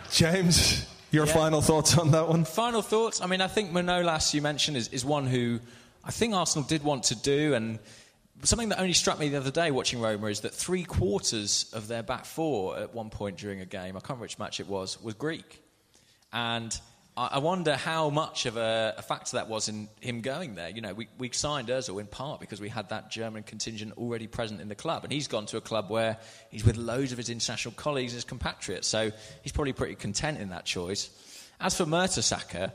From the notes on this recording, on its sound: Recorded live at Union Chapel on Upper Street. We then did a Q&A with questions from audience members about all manner of things.